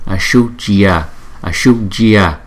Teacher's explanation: Chữ S này chúng ta sẽ đọc cong lưỡi.